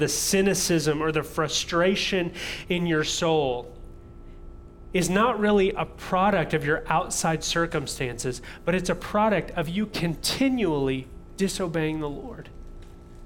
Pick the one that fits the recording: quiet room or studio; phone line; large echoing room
large echoing room